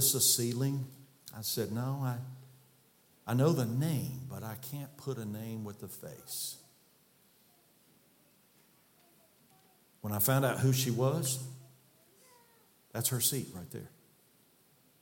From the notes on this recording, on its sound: from the pulpit of Calvary Baptist Church